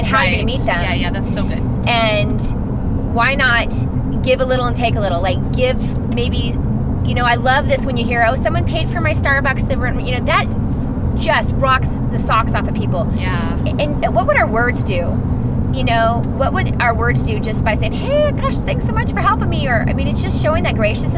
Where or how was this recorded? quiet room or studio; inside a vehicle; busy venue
inside a vehicle